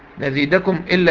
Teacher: ميم ساكنة بعدها همزة إظهار.